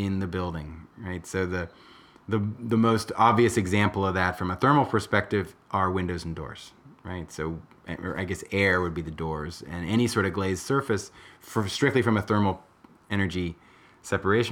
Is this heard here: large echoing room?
no